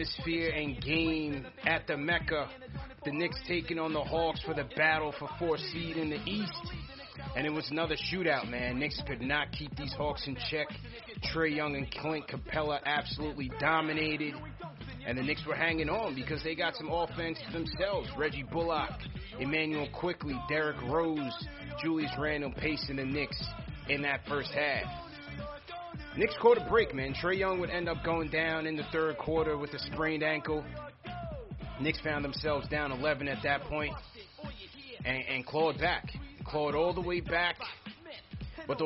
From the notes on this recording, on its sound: Take live phone calls from fans around the world.